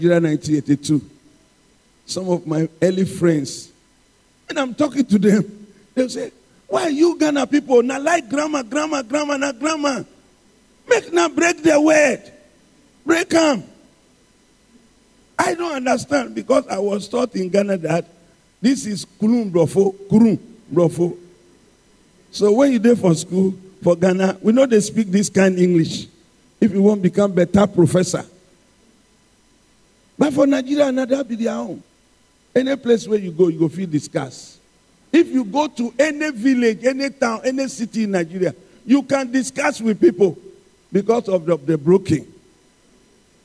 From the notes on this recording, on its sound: Sermon preached at CBC Adabraka Campus